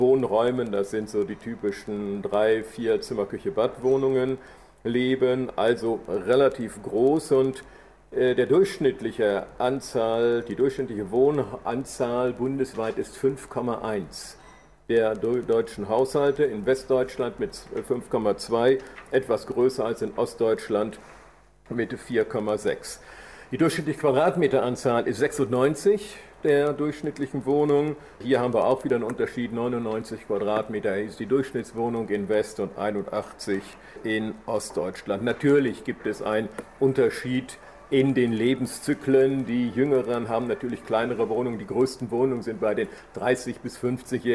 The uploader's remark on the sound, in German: Wir sind live in einer Veranstaltung zu Web 2.0 in der Glockenbachwerkstatt.